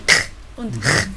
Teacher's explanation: Und das K und CH immer sehr kehlig